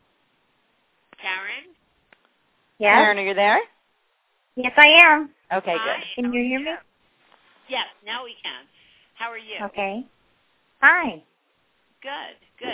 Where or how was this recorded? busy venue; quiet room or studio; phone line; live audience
phone line